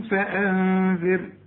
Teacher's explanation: المدثر، قم فأنذر. هنا النون بعدها الذال، الذال من حروف الإخفاء، عاوزين غنى.